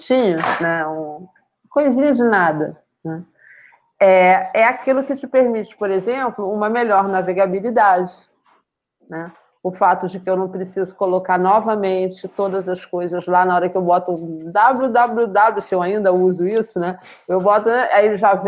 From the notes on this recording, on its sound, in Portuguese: Este episódio teve seu áudio extraído da gravação da aula realizada no dia 19 de abril de 2021.